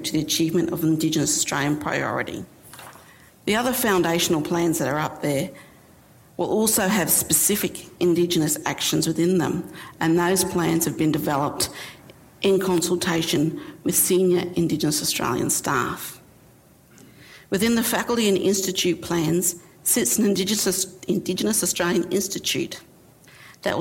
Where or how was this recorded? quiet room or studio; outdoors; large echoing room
large echoing room